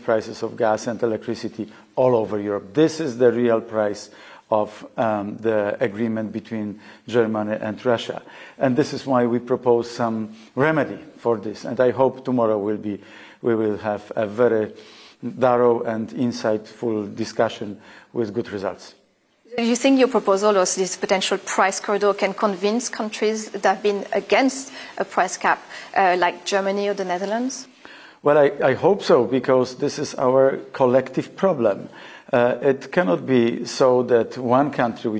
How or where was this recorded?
busy venue